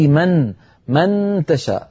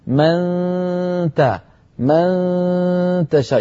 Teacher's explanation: يبقى مسافة قليلة بين طرف اللسان ومخرج التاء · Shown in: second take · فإذا وصلت إلى التاء عندئذ تقرعين مخرج التاء بطرف لسانك.